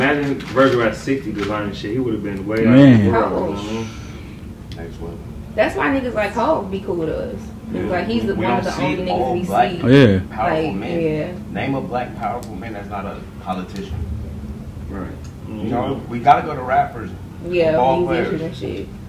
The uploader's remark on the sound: Is coming to you live from Satan's asshole...and we've got guests! We're aware the sound is a little...